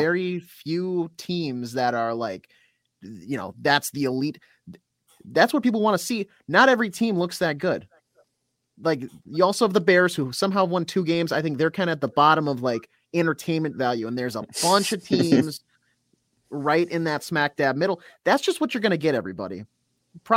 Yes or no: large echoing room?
no